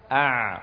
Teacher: العين حرف عربي من وسط الحلق · Term: حرف العين